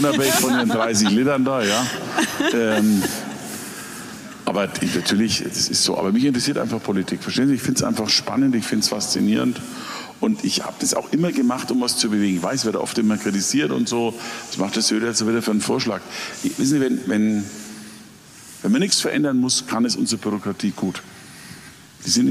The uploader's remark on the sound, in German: Live-Interview mit unserer Redaktion im Augsburger Kleinen Goldenen Saal.